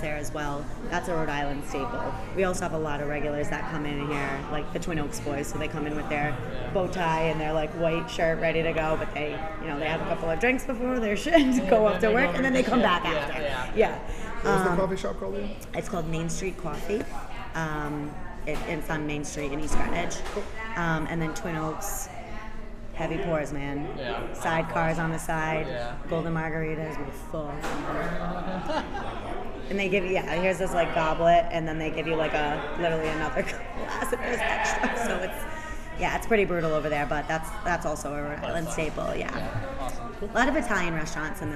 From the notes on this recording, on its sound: at The Thirsty Beaver in Cranston, Rhode Island